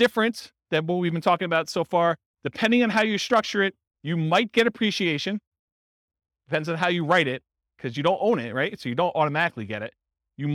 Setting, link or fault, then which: setting, live audience